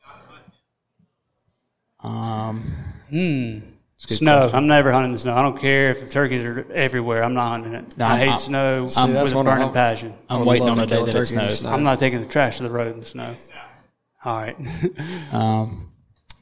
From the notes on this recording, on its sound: Scouting for Turkeys, Henned Up Gobblers, & Live Q&A - LIVE from Nashville. Recorded LIVE in Nashville.